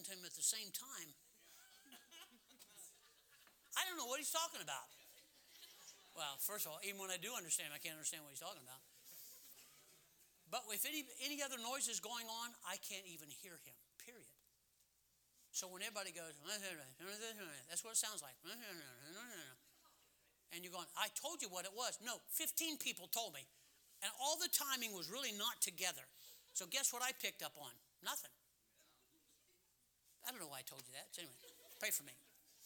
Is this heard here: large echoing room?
yes